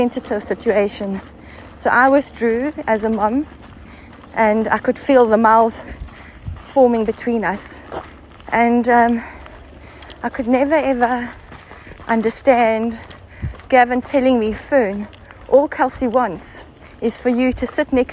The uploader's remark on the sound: It was recorded whilst my mom and I were walking on one of our favourite trails - so you will hear some dogs barking, footsteps, background chatter and waterfalls…but I kind of like the organic unfolding of being out-and-about in nature with my mom.